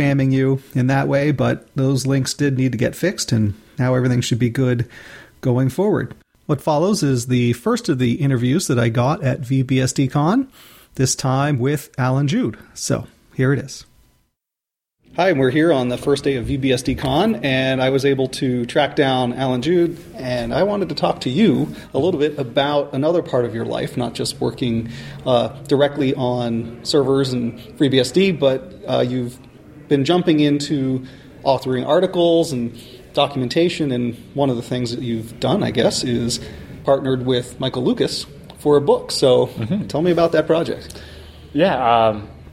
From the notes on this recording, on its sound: at vBSDCon in Reston, Virginia